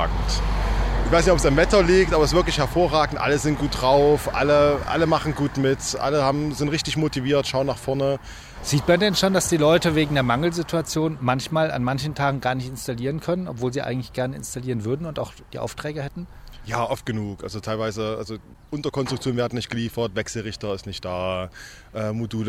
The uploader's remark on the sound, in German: Live vom Partnertag